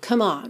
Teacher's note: A gente não pronuncia esse E. Então, já pode juntar do M direto no on.